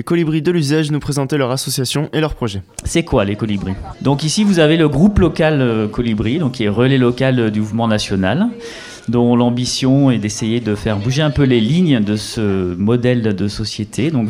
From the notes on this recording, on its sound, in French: Reportage de terrain sur la Gratiféria ( Marché gratuit ) du 04 Mars 2018 organisée par les Colibris de l'Uzège à Vallabrix.